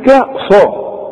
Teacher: علشان الصاد، الصاد تخينة، الصاد من الحروف المفخمة، فاذا جت جنب حرف مرقق بتطغى على هذا الحرف